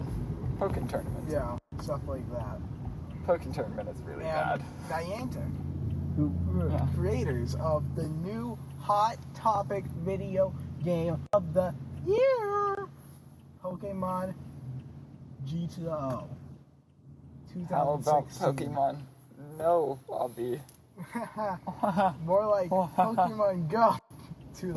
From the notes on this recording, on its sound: Apologies for the bad audio quality. Don't really expect it to get better. Prius Patrol is recorded in an actual Prius.